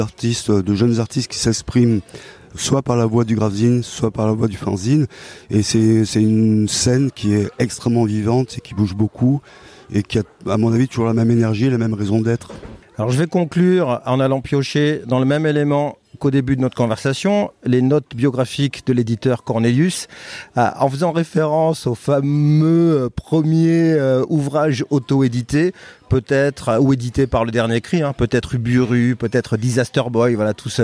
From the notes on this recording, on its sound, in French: enregistré au festival de bande dessinée de Colomiers